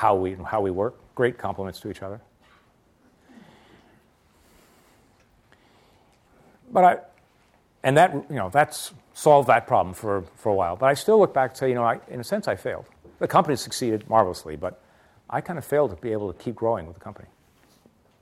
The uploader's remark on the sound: a free-form talk guided by audience questions